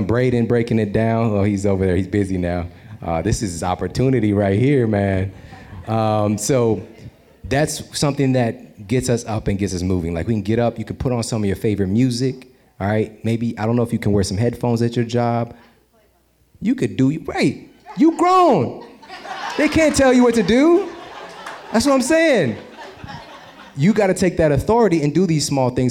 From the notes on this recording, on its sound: Today we have a very special episode we recorded with listeners of The Model Health Show live in Washington D.C.! This special Q & A show.